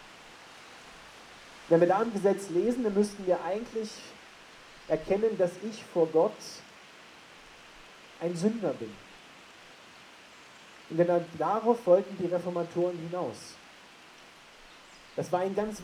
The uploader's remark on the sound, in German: Das Rauschen im Hintergrund ist keine schlechte Aufnahme, sondern die Predigt wurde bei strömenden Regen am Hauptplatz in Bad Tatzmannsdorf unter dem Dach der Bühne gehalten.